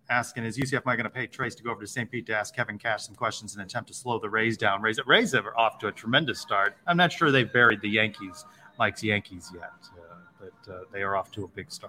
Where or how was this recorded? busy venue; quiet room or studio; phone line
busy venue